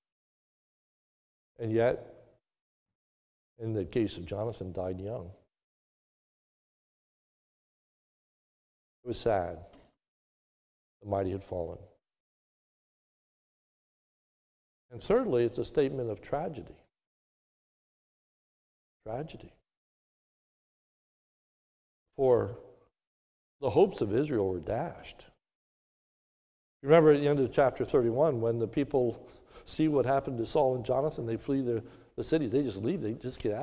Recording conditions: large echoing room